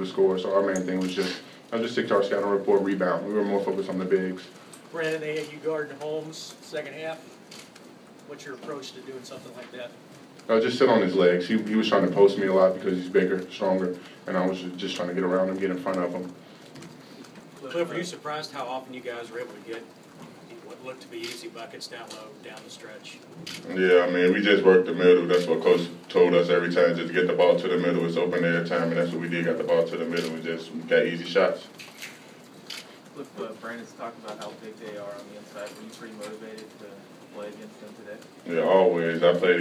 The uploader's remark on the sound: Press Conferences & Post-Game Interviews